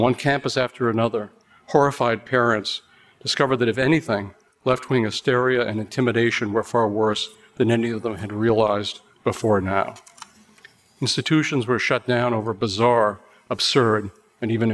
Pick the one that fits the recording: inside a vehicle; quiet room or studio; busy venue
busy venue